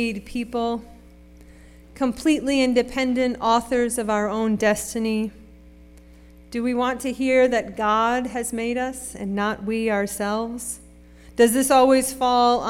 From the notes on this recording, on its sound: Sermon preached at RCHP on March 12, 2023.